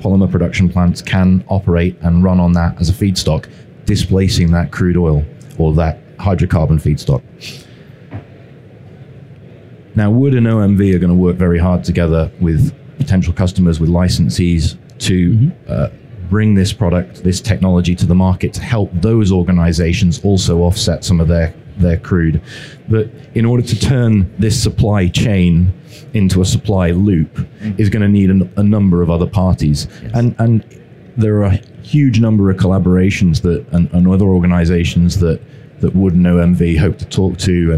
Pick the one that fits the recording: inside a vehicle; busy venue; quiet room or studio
busy venue